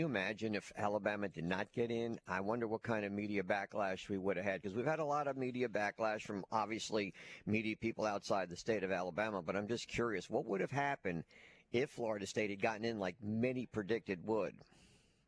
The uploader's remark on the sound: LIVE from Dauphin's